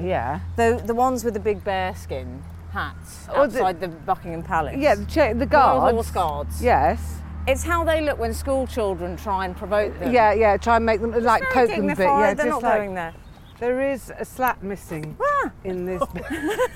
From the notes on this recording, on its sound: goes for a stroll